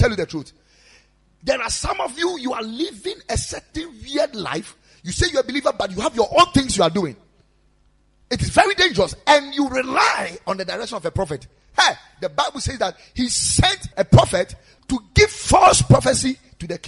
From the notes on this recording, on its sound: Preached at Ekklesia Chapel